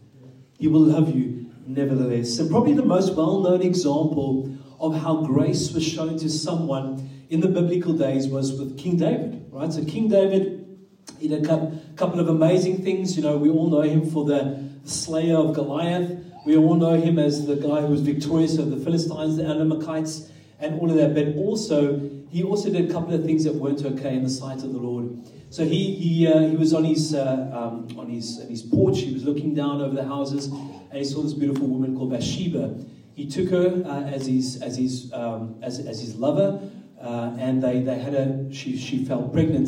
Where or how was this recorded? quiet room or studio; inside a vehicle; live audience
live audience